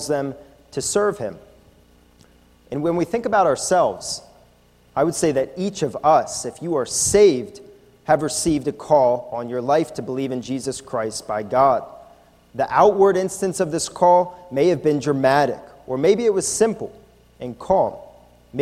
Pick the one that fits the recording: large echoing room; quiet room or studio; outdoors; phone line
large echoing room